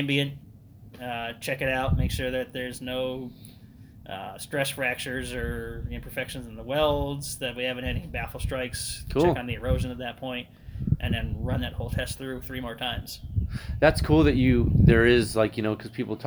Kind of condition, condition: fault, wind noise